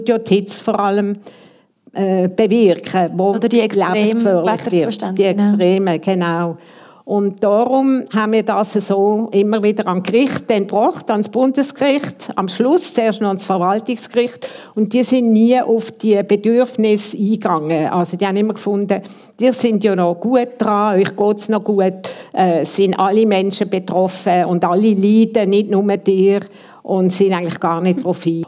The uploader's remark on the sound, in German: Gespräch im Rahmen der Ausstellung «Natur. Und wir?» Live-Aufnahme im Stapferhaus vom 12.